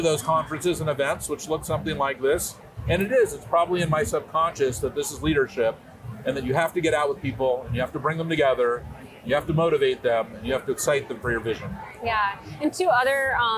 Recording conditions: busy venue